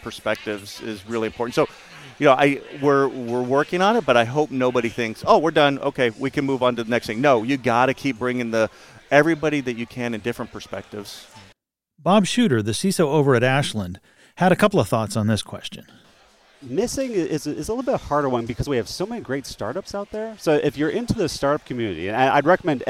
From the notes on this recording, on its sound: conducted live at RSA 2023